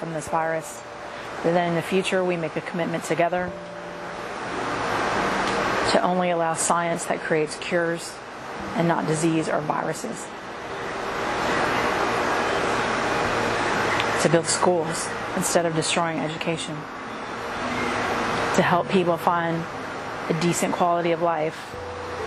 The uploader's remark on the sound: A free guided meditation recorded outdoors.